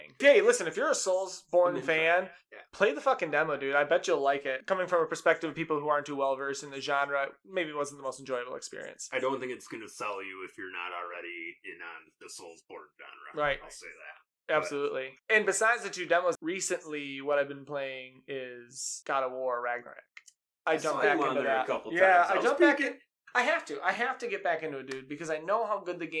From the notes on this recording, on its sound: SORRY ABOUT THE AUDIO ISSUES IN THIS EPISODE